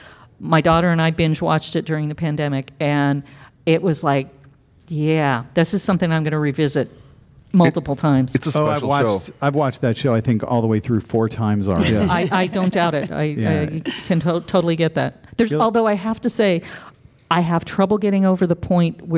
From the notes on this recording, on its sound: This week we recorded our episode live at CONvergence 2023!